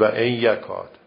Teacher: یعنی اگه بعدش یه هست واو این نونی که قبلشه این نون تبدیل به یه میشه